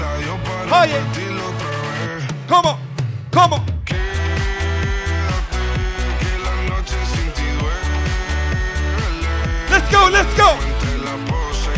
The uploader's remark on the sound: My Bday bash live set at Bristol Thekla.